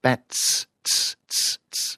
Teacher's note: if I say there's a lot of bats in the tree, bats, the T is released into the S.